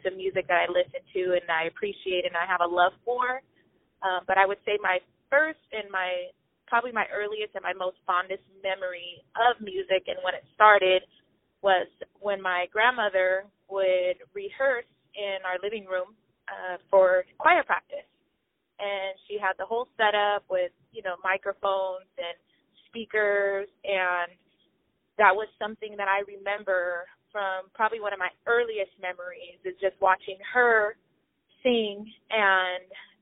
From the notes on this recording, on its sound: On the phone